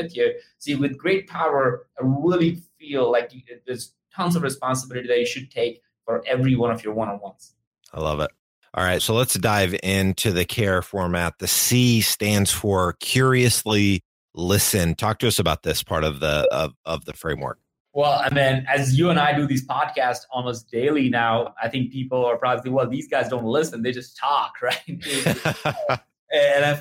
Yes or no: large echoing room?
no